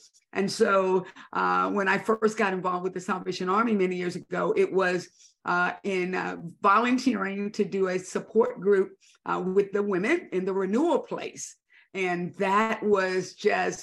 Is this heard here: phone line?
no